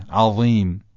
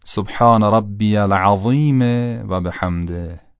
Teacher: تلفظ عین ذال ولی کمی غلیظ و درشت.